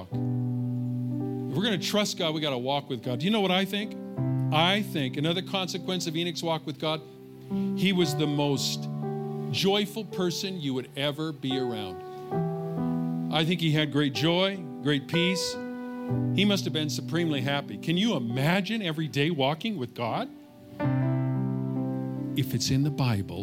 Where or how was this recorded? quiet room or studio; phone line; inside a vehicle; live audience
live audience